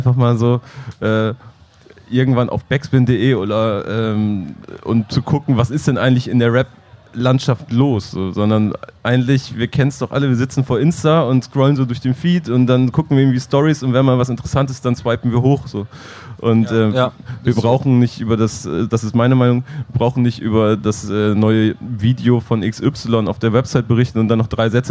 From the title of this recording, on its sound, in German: live vom Splash Festival